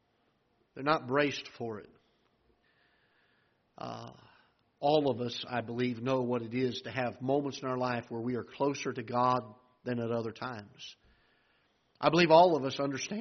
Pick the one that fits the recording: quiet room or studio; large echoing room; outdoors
large echoing room